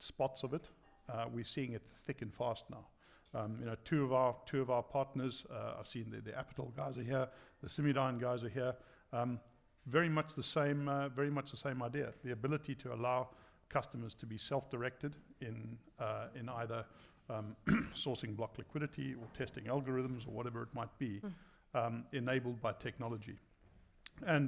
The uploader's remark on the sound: We were delighted to host a fireside chat at Balderton HQ